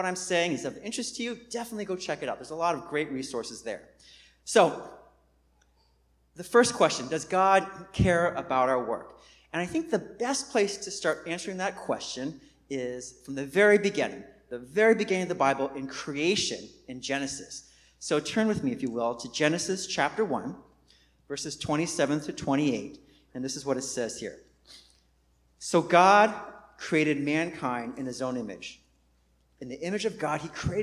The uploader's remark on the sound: Recorded on 2016-09-04 at the 11:30am Service.